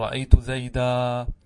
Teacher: الشرح: أي إذا وقف على الاسم المنون، إذا وقف على الاسم المنون، فإن كان التنوين واقعا بعد فتحة أبدل ألفا، ويشمل ذلك ما فتحته للإعراب، نحو رأيت زيدا. · نقلب التنوين إلى ألف